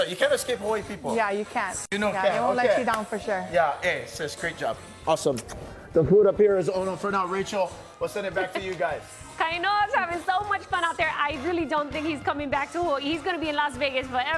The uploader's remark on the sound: We're live at Opulicious Poke & Plate Lunch in Vegas and in the HI Now kitchen.